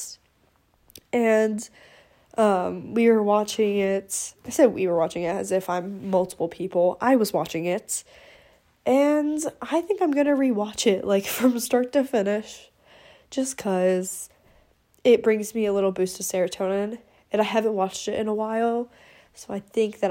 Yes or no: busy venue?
no